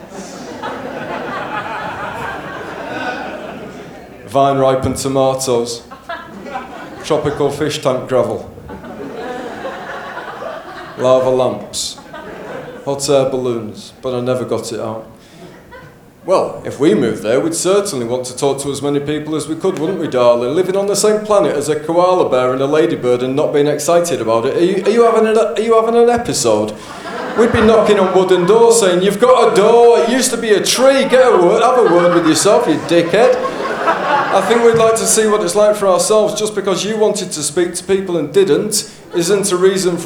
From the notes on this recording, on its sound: This episode was recorded live from Max Watt's at the Melbourne International Comedy Festival show.